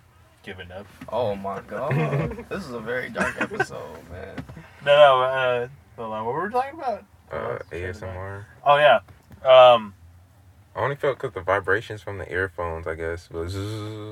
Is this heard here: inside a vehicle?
yes